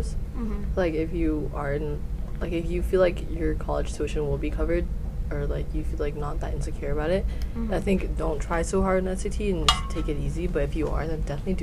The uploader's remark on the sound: We apologize for the interview's background noise.